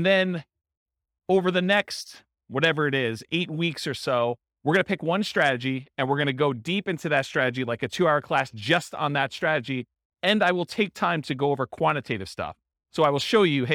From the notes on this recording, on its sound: This was a live class recorded.